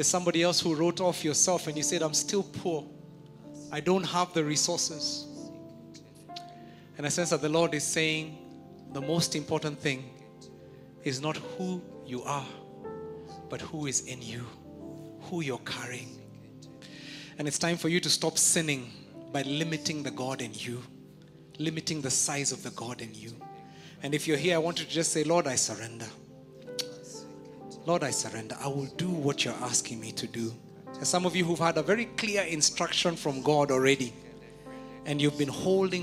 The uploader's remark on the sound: Preached At Worship Harvest Church, Nairobi Camp